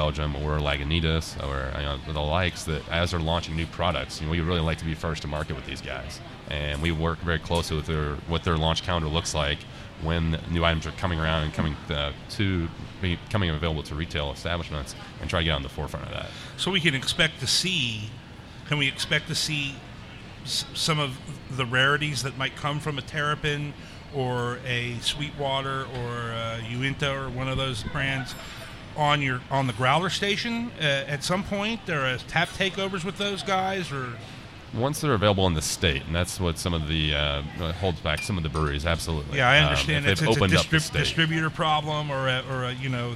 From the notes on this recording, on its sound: Live At The Kroger Oakley Station Growler Bar.